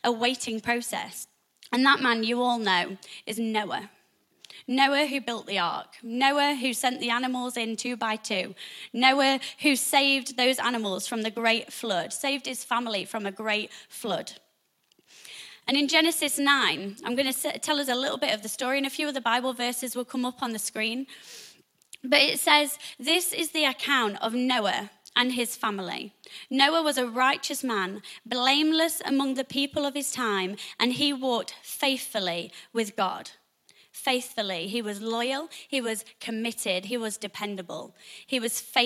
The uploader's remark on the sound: Recorded live at the Chesterfield Campus this is the message from the morning service